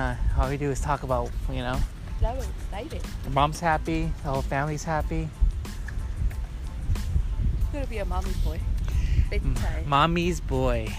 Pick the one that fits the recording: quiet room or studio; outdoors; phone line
outdoors